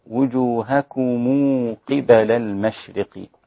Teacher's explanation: ضم ميم الجمع في وجوهكم الإمام ابن كثير المكي، وكذلك وجه الصلة لقالون، فيصير النطق بها هكذا: وجوهكم قبل المشرق، قبل المشرق والمغرب.